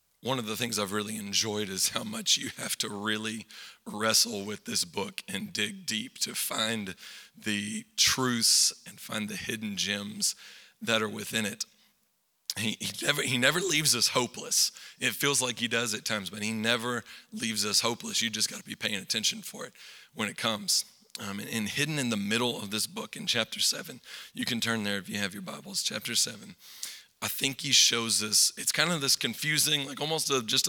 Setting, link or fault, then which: setting, large echoing room